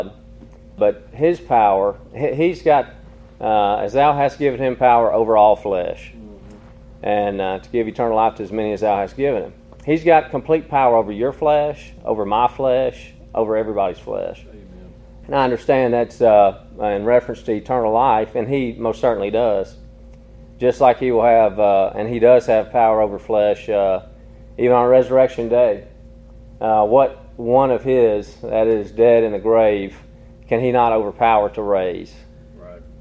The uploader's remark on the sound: Recorded in an afternoon service at Harmony PBC